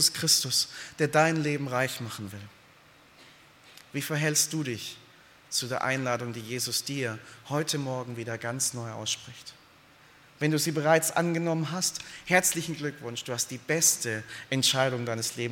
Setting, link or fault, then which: setting, large echoing room